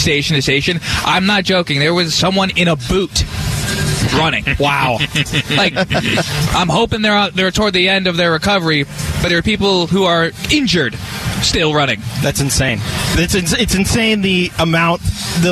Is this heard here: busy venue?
yes